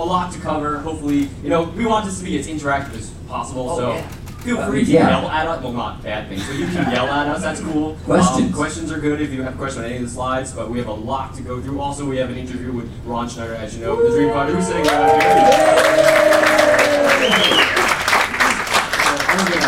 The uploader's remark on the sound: Live Show for EPCOT's 30th Anniversary in the Norway Pavilion. We are LIVE from the Norway Pavilion for our EPCOT 30th Anniversary Show.